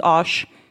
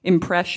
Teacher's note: final S sounds are becoming sh